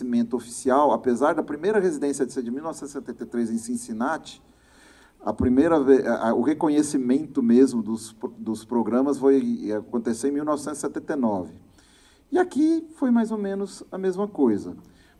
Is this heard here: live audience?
yes